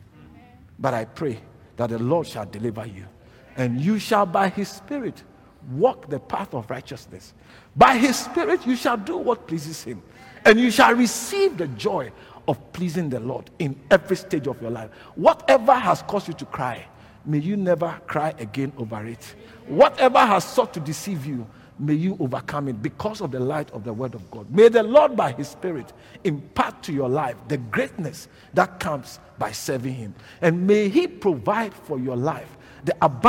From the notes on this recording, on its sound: preached at LCI Silverlakes